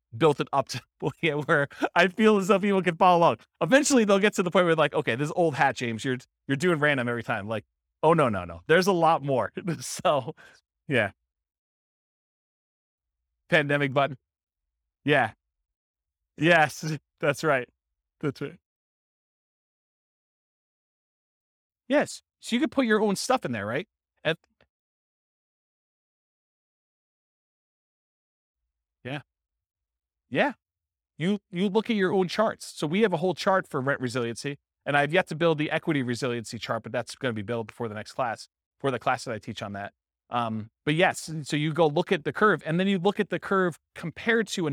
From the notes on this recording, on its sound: This was a live class recorded.